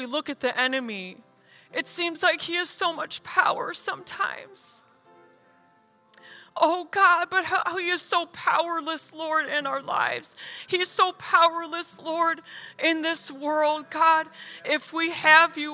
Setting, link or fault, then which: setting, large echoing room